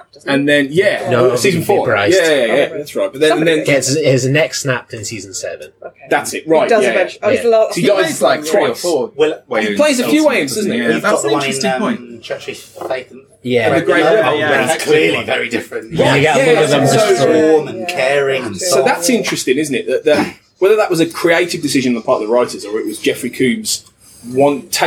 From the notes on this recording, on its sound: recorded during the Destination Star Trek convention in Birmingham, UK